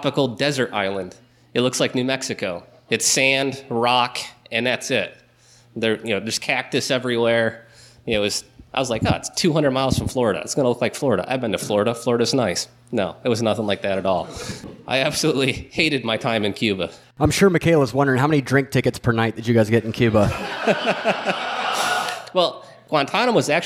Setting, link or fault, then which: setting, busy venue